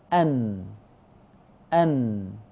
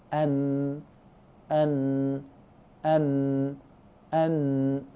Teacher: طرف اللسان هل اصطدم بعضو آخر؟ لم يصطدم بالأطراف ولم يصطدم بالأصول، إنما اصطدم باللثة فوق الأسنان، فوق الثنايا، اصطدم بلثة الثنايا العليا · Term: حرف النون